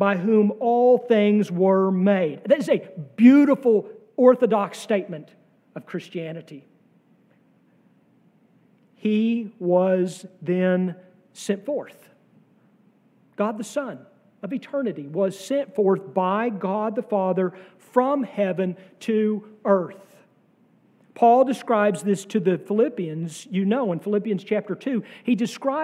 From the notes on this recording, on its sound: sermon from our Trinity Sunday worship service on June 4, 2023.